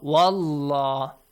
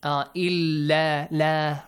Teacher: if we have a fatha before the word Allah will be pronounced Allah, wallah, this way. Heavy. But if we have a kasra, lightly